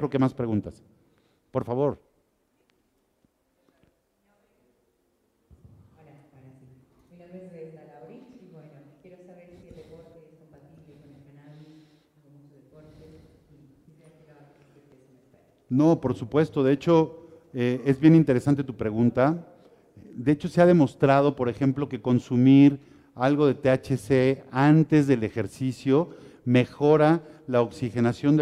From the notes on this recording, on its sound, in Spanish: en vivo desde la Expoweed Mexico, La feria del Cannabis en América, México Otoño 2021.